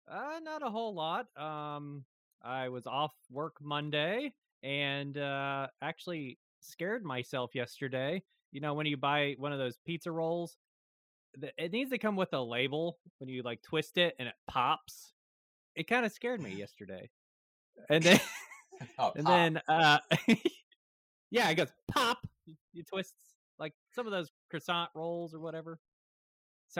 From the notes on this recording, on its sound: While editing this episode of Mustaches and Coffee we discovered that we experienced technical difficulties on a new platform we were trying so we apologize in advanced.